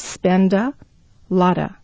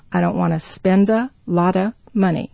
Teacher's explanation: So a lot a, we have the O sound before the T and the A sound after. So we have a T surrounded by vowels. T changes to D.